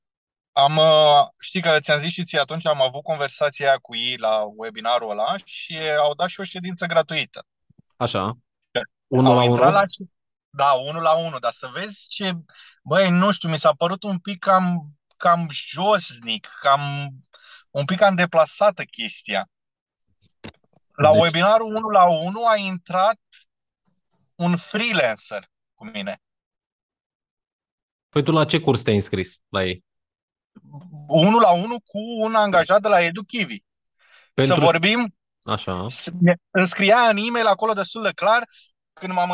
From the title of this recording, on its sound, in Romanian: Conferinta Zoom Saptamanala EcomSchool